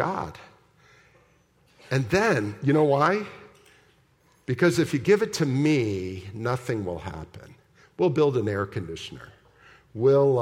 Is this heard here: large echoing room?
yes